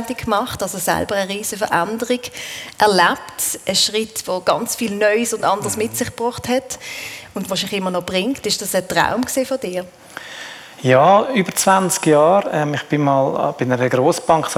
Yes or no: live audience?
yes